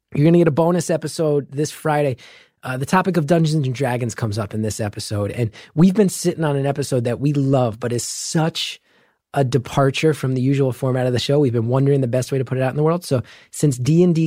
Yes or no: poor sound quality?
no